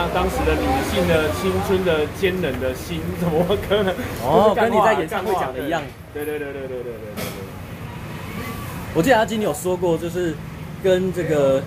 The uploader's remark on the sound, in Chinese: 錄音地點：台南 牽咖啡 Chen Coffee